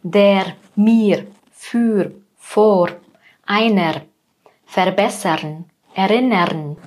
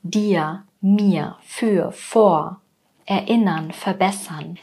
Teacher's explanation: also mit diesem starken gerollten R · Shown in: first take